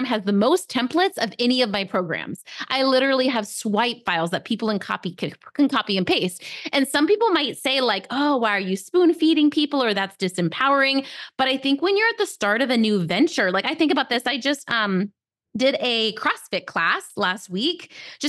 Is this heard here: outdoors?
no